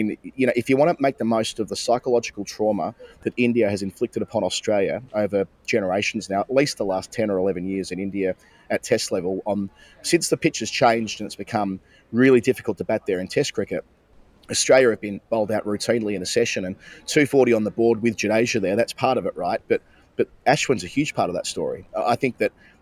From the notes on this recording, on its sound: We did record this the day after the final, both of us at airports in different countries on the way home to Australia. Somehow the audio disappeared but we've managed to salvage it since.